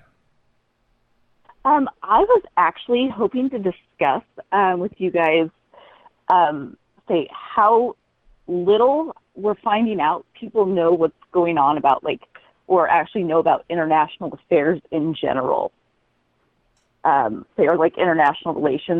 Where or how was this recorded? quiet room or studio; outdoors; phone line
phone line